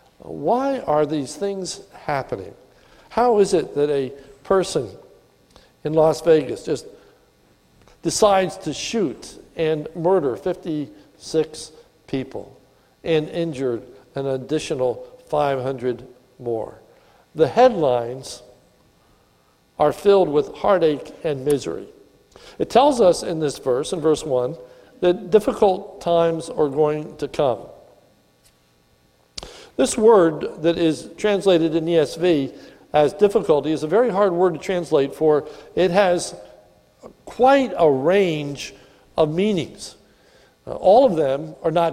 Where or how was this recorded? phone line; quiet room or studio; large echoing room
large echoing room